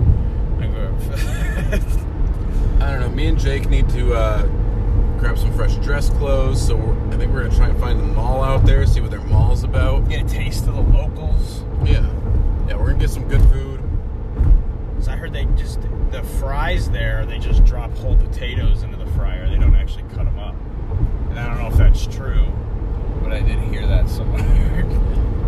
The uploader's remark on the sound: Travel to Idaho. With a 25 hour drive there and then back again, we decided to record our journey at some points.